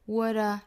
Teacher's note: what a 连读 t 浊化成 d